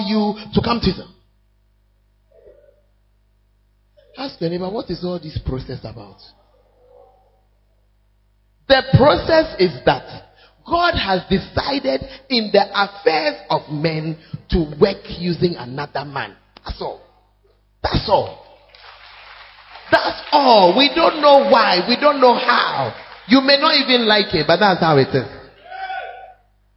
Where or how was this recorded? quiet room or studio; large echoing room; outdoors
large echoing room